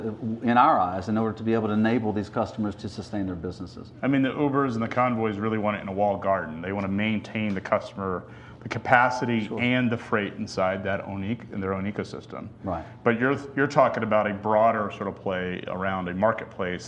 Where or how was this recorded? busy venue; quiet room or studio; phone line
busy venue